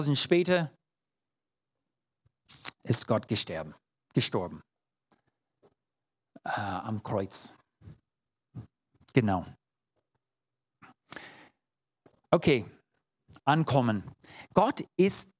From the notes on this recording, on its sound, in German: 2022 in der Gemeinde Kaleo Schopfheim aufgenommen.